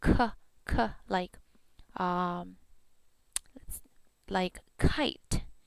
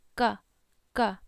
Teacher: The English K, we say k, k, like kite. In Hmong, the K has to come without that air that kite has. · Shown in: second take · It has to be g, g. · Term: no aspiration